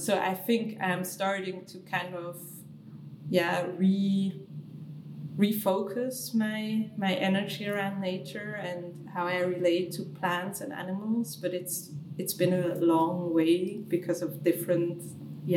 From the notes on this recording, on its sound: During a beautiful, noisy queer festival